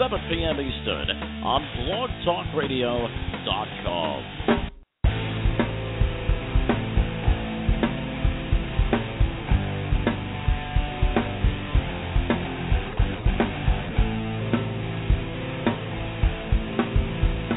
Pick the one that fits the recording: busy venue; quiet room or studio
busy venue